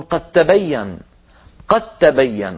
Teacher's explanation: العرب تقول قد وتظهر الدال وتقلقلها، لكن لو جاء بعدها تاء يقولون قد تبين، قد تبين، ولا ينطقون الدال ولا يقلقلونها، بل يجعلونها تاء ويدغمونها في التاء التي بعدها